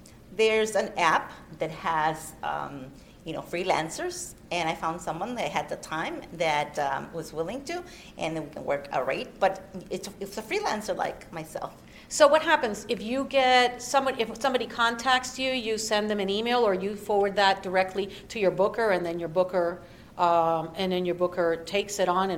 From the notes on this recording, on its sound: recorded at NAJIT's 43rd Annual Conference